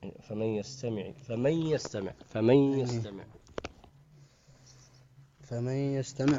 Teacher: نون ساكنة بعدها ياء، الحكم إدغام · Term: إدغام بغنة